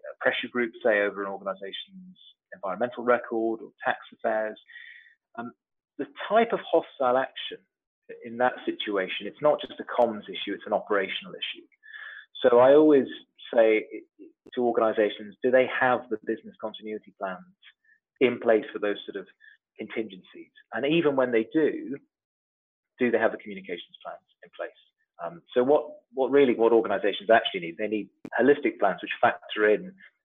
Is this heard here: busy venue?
no